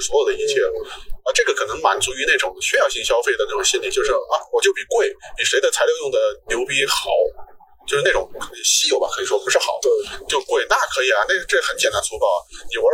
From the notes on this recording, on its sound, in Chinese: 本期为户外录音，音质不佳敬请谅解。